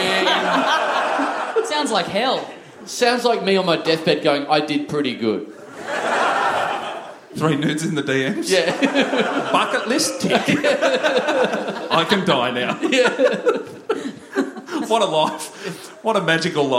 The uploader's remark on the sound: We let a listener onto the stage for a special VIP experience. Big live podcast and stand-up show.